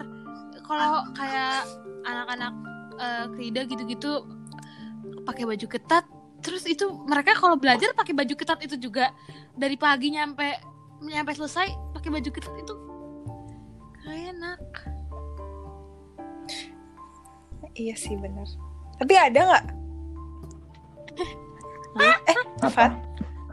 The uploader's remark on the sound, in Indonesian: Maaf soundnya rada jelek dan ada sedikit percekcokan kamu di dalamnya.